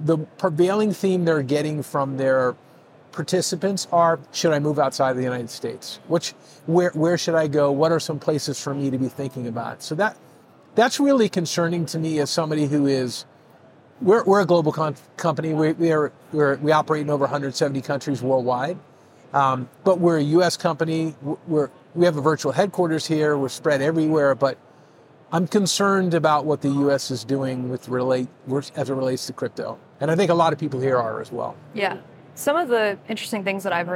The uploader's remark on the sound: Live from Consensus 2023.